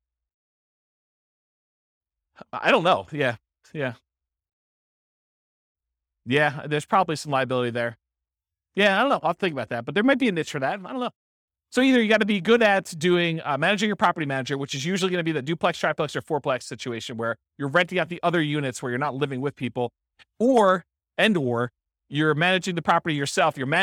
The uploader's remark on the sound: This was a live class recorded